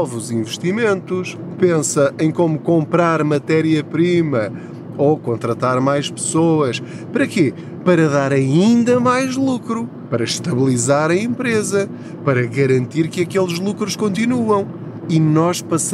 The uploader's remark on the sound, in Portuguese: Não ligue aos barulhos da viagem.